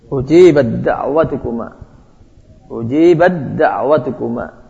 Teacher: Demikian juga sebaliknya, ta yang punya sifat yang lemah bisa masuk di dal, masuk ke huruf dal yang lebih kuat · Term: idgham